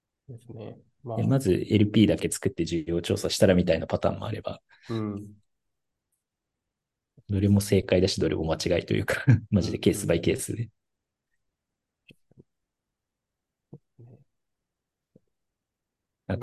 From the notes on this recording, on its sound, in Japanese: 社内1on1を大公開！限りなくZoom音源を生々しくお届けします。